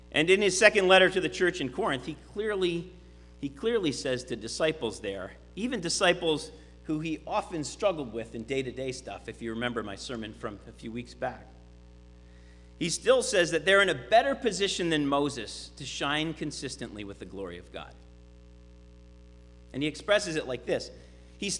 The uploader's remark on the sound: Sermon preached at RCHP